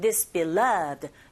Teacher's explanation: 이 beloved 같은 경우에는 beloved가 아니라 beloved. 두 번째 위치에 강세가 있기 때문에 this와 쭉 한 덩어리처럼 this beloved 이렇게 들렸거든요